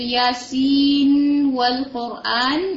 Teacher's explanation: ہم واو کو واو کی طرح ہی ریڈ کریں گے، ادغام کے ساتھ اس کی آواز کو مرج نہیں کریں گے